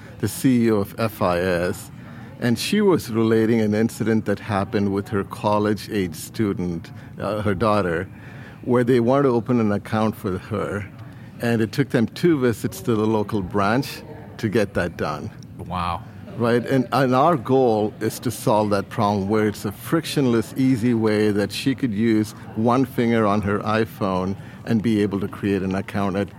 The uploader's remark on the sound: LIVE FROM MONEY 20/20. In this episode from Money 20/20.